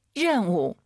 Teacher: 런 아니고 더 혀를 뒤로 보내서